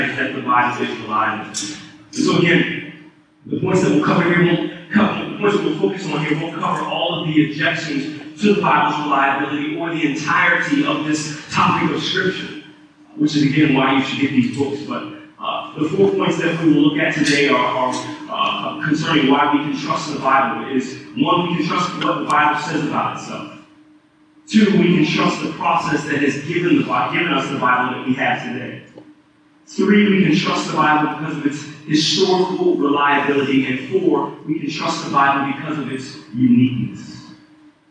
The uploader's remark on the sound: Service of Redemption Hill Church. There was some technical difficulty with the recording Sunday morning.